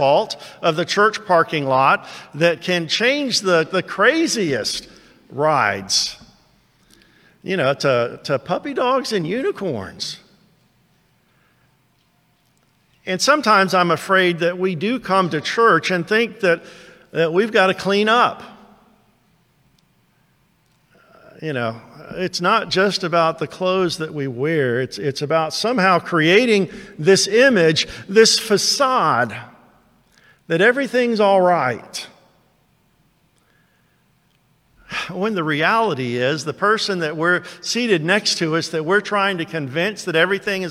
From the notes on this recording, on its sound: First preached to Towne View Baptist Church in Kennesaw, Ga on 6/26/22.